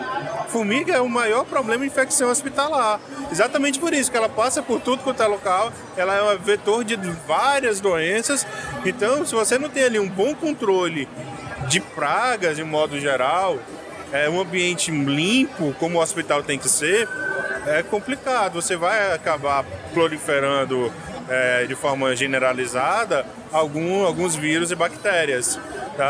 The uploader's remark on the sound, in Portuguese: Live and Stereo at The Week: Day 2 and Day 3. Aproveitem a segunda metade do conteúdo gravado ao vivo no nosso estande do podcast.